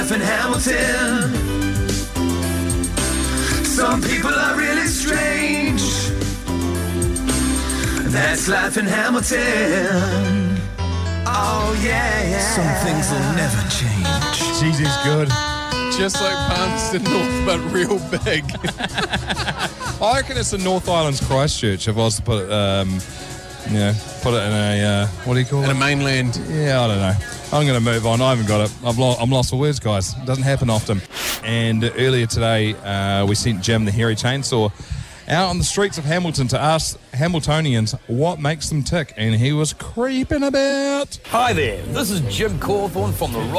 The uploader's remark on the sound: On the show today we are at House On Hood in the fair Waikato city of Hamilton, as the city warms up form the HSBC NZ 7s.